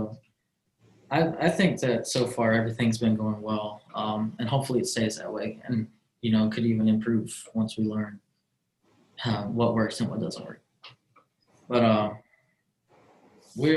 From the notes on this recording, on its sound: as they talk through a zoom call